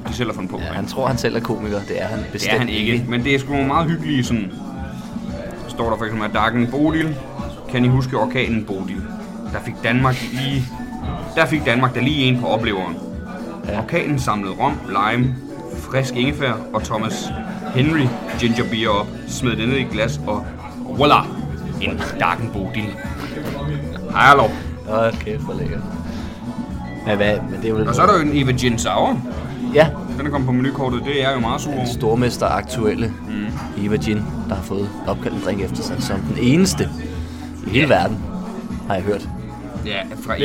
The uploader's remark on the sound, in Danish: I dagens afsnit er vi rykket ud af studiet, og ind på Citizen Cocktail Bar i forbindelse med en Open Mic.